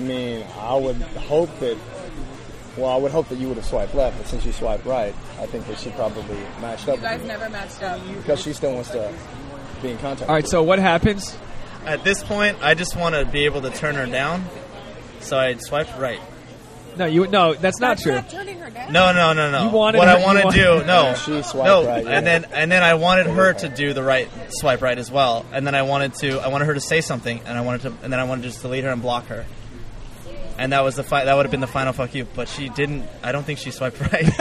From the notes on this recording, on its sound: We recorded it at a bar in Los Angeles